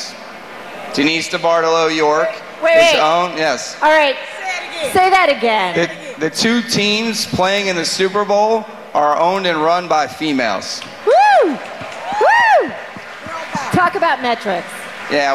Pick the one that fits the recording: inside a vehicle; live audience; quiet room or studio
live audience